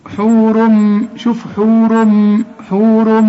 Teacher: حور تنوين وبعده ميم، أرجوك اقفل شفايفك هنا